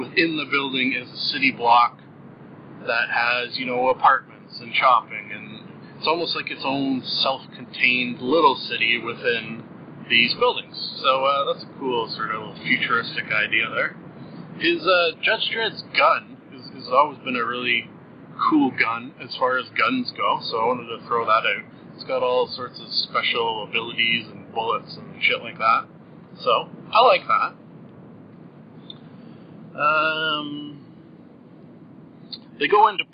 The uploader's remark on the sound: First off apologies for the audio quality! Still working out the bugs a bit with this new system. I have fixed the audio problem that was not playing the first 1/2 of the episode.